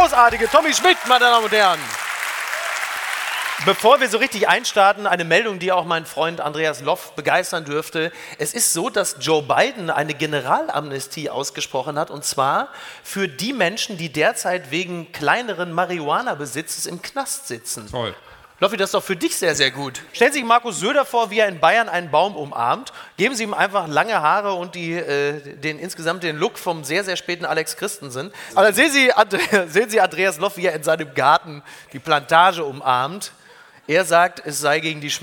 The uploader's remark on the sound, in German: live aus Köln